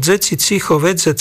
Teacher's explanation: spoluhláska d zmenila na dz a spoluhláska ť sa zmenila alebo splynula so spoluhláskou c